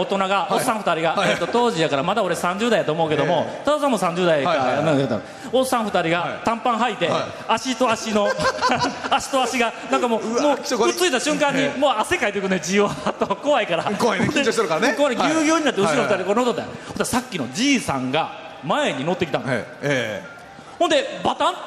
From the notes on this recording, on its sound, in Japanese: 初公開録音！ in サンポート高松